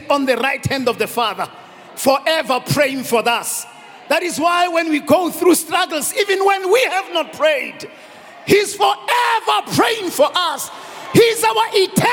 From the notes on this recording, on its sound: preached at Grace Bible Church Pimville on the 25th of December 2021